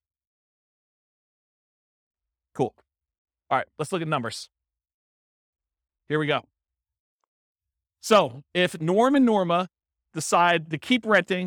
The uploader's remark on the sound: This was a live class recorded